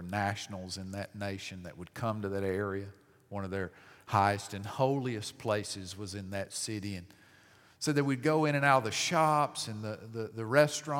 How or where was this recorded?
large echoing room